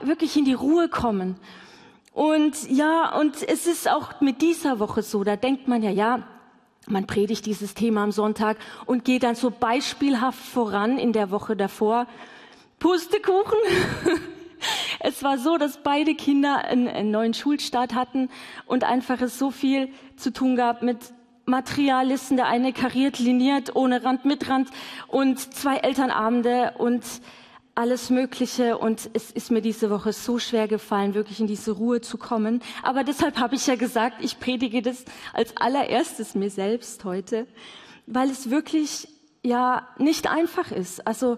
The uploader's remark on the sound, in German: LIVE im Missionswerk Karlsruhe